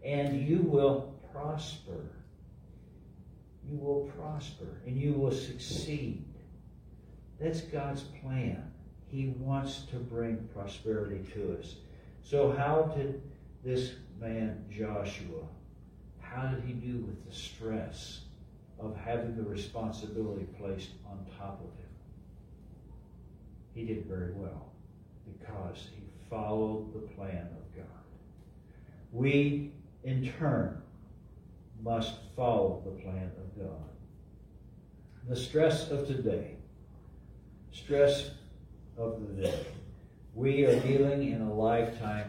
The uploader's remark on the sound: LIVE from Calvary